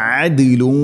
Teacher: ദാലിന് സുക്കൂൻ ഖൽഖല ചെയ്യണം, ശരിക്കും കേൾക്കണം